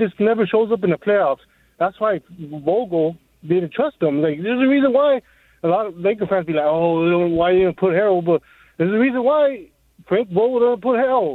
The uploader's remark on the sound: The phone lines continue to blow up